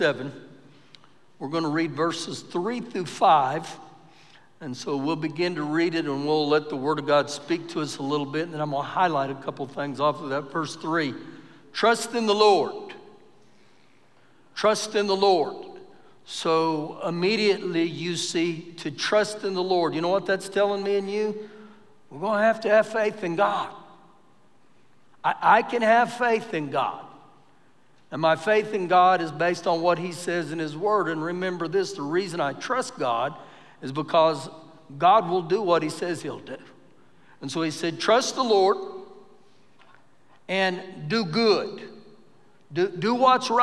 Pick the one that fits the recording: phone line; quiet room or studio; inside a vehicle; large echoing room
large echoing room